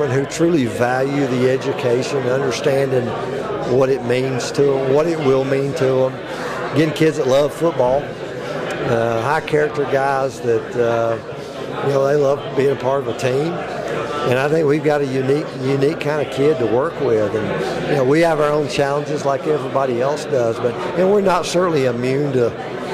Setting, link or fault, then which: setting, busy venue